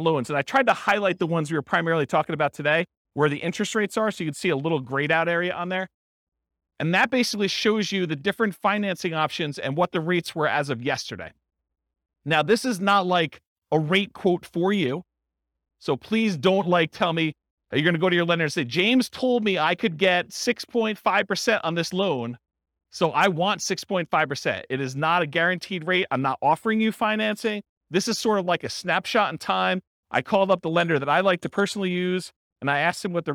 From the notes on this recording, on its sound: This was a live class recorded.